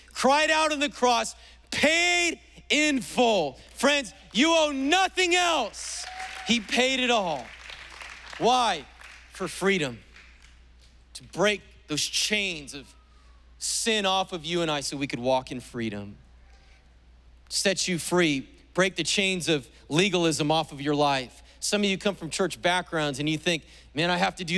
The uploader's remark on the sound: was preached on July 4th at the 11:30AM service